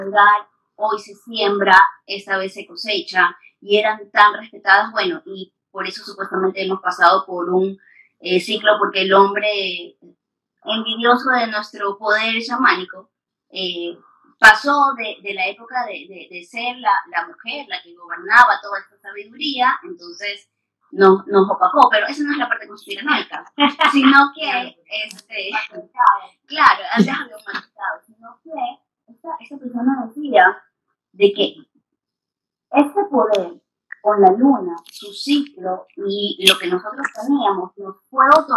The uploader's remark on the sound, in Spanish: En vivo. Disculpen la calidad del audio.